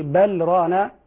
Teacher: حفصا يسكت على اللام سكتة خفيفة من غير تنفس